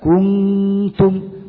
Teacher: غنة تسمى غنة كاملة وتكون في المخفى، كنتم، فزمانها أقل من النون المشددة.